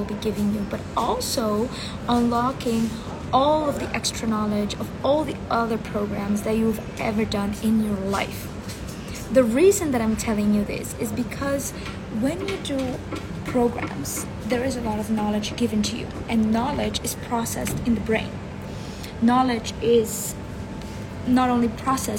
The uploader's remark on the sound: I recorded this as an Instagram Live